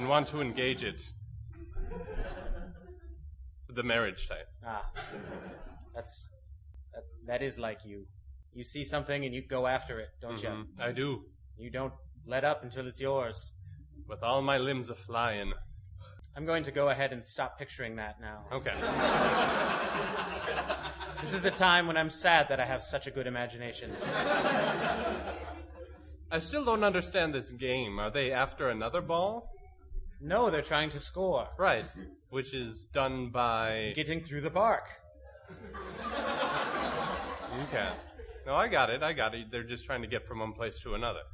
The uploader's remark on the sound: This is a special double length episode that was recorded live at the Mix Tape Comedy show held at the ComedySportz theater in Minneapolis, Minnesota.